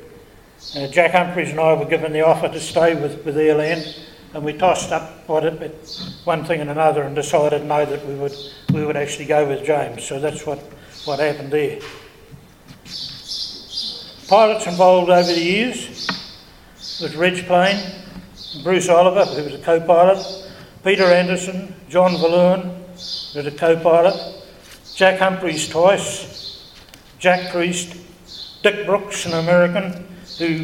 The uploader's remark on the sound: This episode features presentations made in front of a live audience at the 2019 Wings Over New Zealand Christmas Party, held at Te Kowhai Aerodrome, Hamilton.